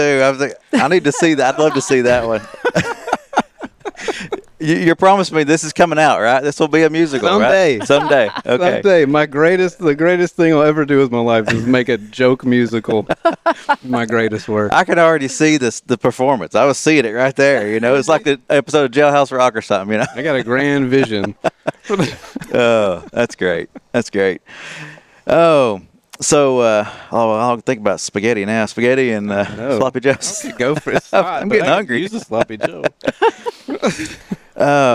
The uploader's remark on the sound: As we continue our series of episodes from the Discovery Park of America. We are excited to be outside on the grounds of Discovery Park. Listening for some birds and playing a few songs on the porch.